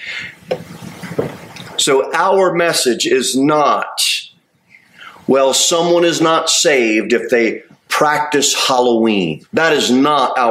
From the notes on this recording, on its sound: Sermon delivered at Pilgrim Baptist Church on Thursday, October 26, 2023, at 6:15 pm.